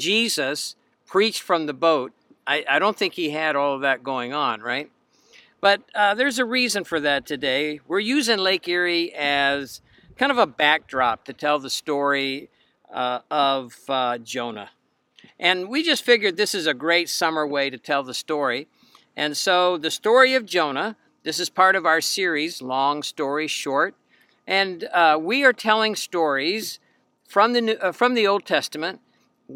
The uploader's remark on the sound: It was even recorded from a boat out on Lake Erie.